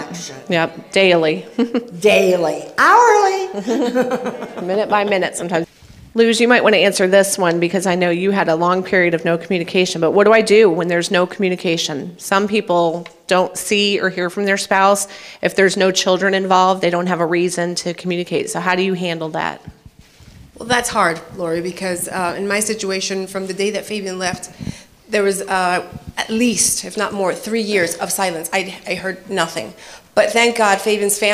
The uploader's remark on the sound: you will hear the Q&A session held at a Rejoice on the Road event